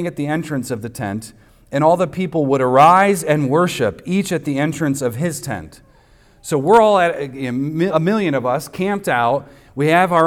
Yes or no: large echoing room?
yes